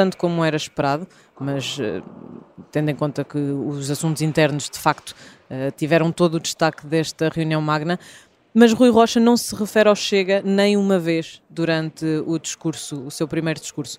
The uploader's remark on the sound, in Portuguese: Uma edição especial gravada no Centro de Congressos de Lisboa